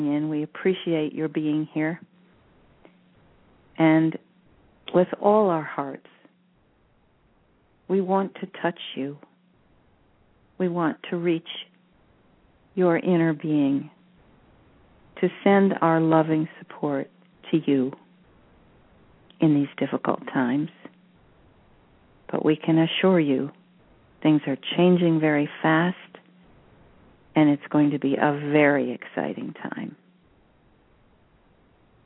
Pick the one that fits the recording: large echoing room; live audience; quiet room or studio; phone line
phone line